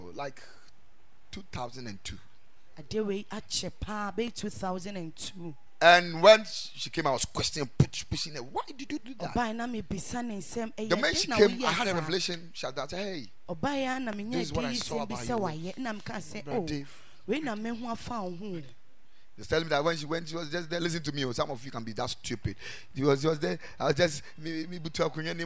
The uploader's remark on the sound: Preached at the Ekklesia Campus